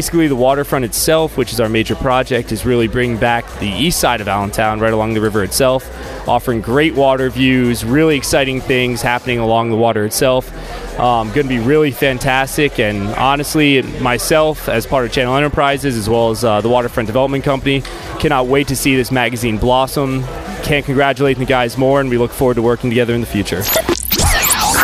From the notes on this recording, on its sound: LIVE from the Launch Party of Issue No 1